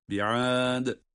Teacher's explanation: İkincisi de bi'ad derken de dal harfini kalkale ile okumamız gerekecek